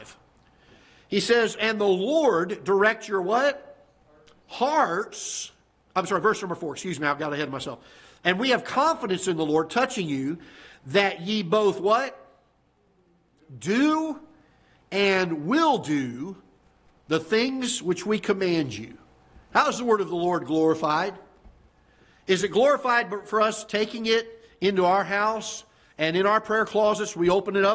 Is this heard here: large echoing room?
yes